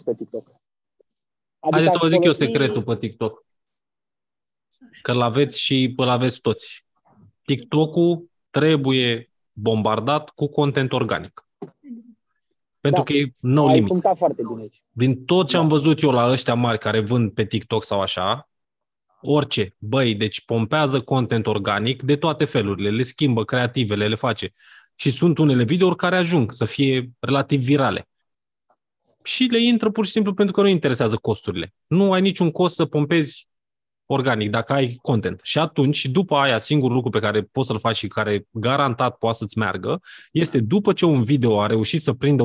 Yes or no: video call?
yes